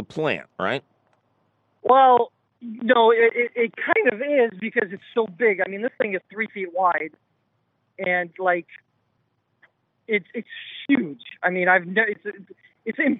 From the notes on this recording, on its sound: you fabulous annual phone calls!